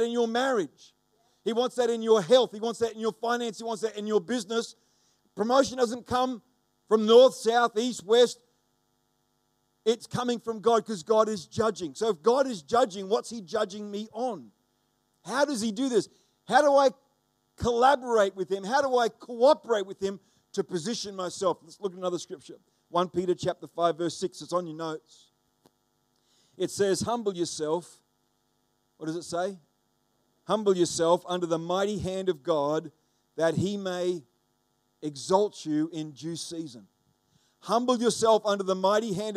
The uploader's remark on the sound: The live stream of Destiny Church Atherton.